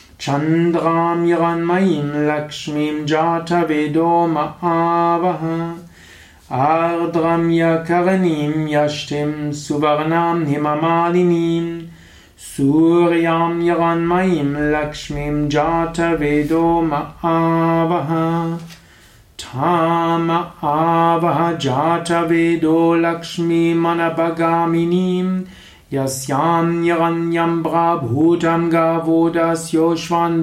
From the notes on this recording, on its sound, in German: Dies ist die Tonspur einer Video Aufnahme im Yoga Vidya Ashram Bad Meinberg . Dies ist die Tonspur einer Video Aufnahme im Yoga Vidya Ashram Bad Meinberg .